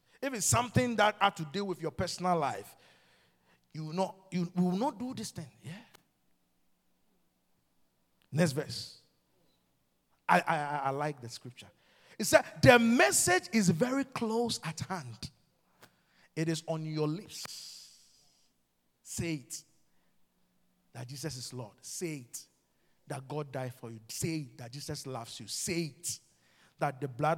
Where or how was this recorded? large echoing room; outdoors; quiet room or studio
large echoing room